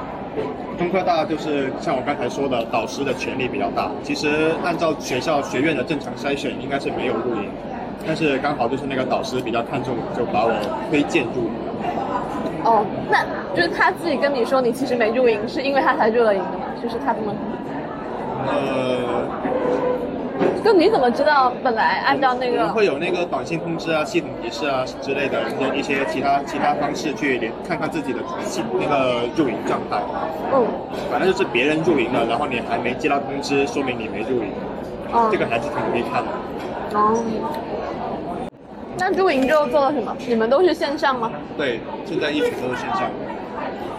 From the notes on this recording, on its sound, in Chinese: 是朋友来学校附近找我吃饭，顺便的聊天录音。环境嘈杂，多多包涵。